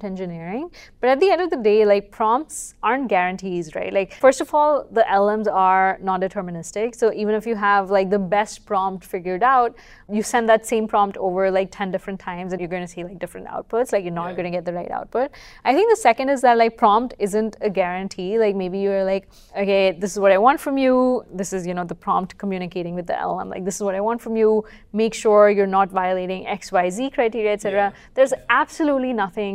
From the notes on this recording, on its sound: Live from the venue of the QCon San Francisco Conference